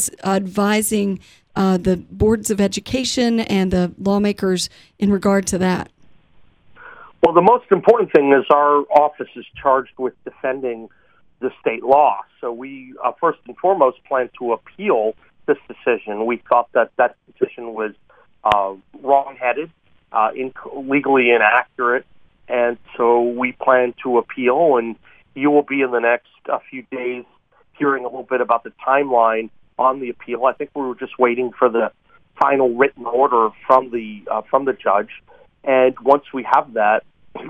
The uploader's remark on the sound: joined on the phone